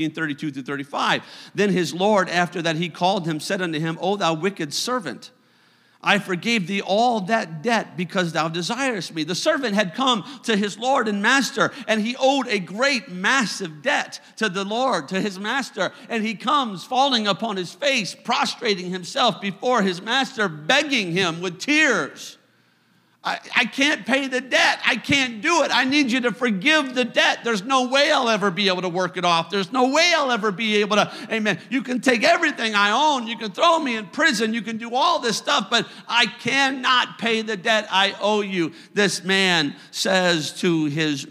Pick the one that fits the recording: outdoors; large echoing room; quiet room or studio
large echoing room